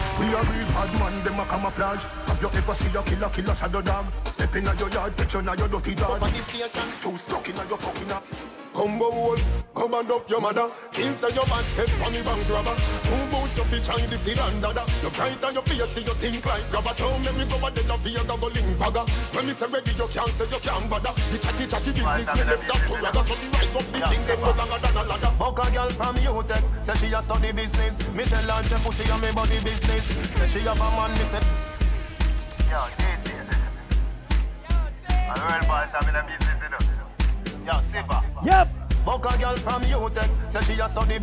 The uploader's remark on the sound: ENTRANCE 2020 LIVE AUDIO